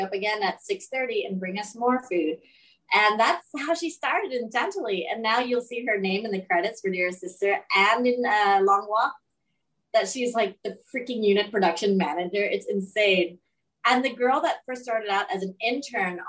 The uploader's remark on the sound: This program was recorded via video conference on April 16th, 2021 by the Commonwealth Club of California.